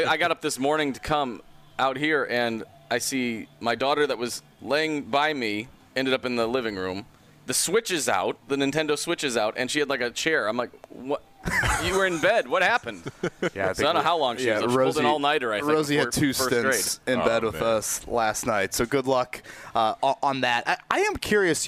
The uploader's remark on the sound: Live from Colts Training Camp